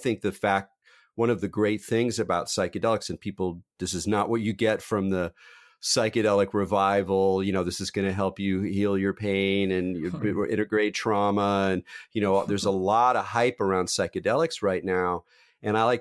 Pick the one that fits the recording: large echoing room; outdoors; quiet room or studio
quiet room or studio